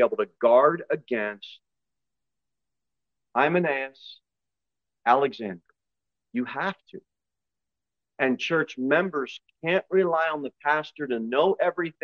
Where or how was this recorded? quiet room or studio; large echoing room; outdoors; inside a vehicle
large echoing room